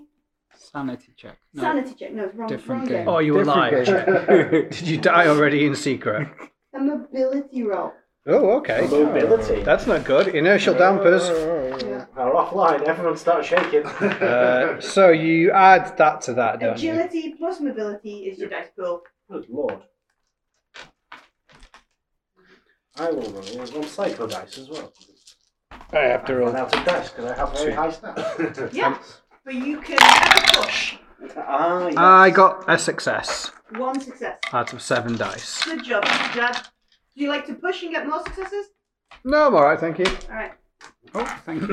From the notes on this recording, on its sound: The audio in this podcast is not the best, we've not done in person recording since 2020, it will improve for session 2.